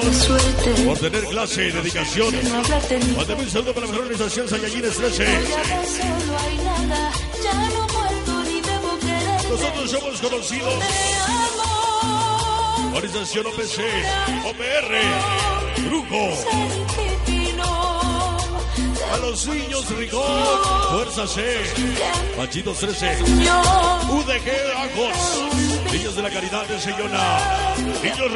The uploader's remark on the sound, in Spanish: EN VIVO EN TLAXCOAPAN HGO.